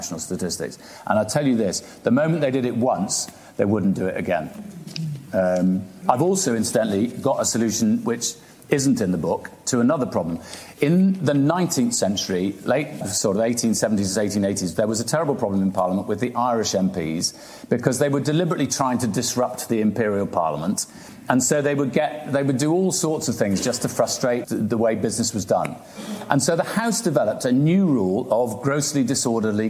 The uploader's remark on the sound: This conversation was recorded at the winter Cambridge Literary festival in December